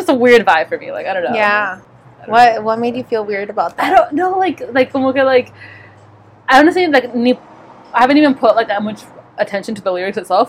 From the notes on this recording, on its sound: This week we come to you Live From Outside!